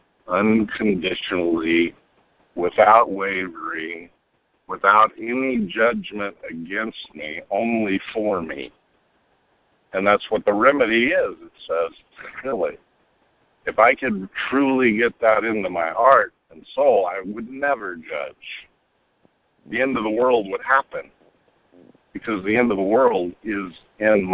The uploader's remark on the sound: ACIM Daily TEXT Conference Call.